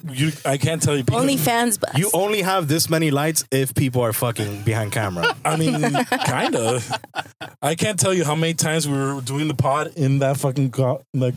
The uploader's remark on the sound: On this episode, we are in the car. Recorded at Thank You Miami.